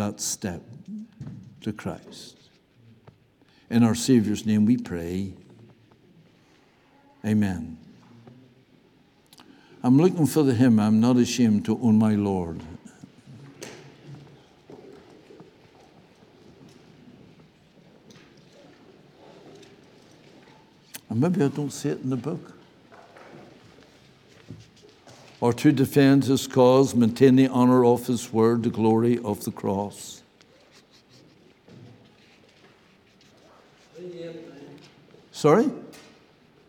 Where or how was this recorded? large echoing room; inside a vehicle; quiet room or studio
large echoing room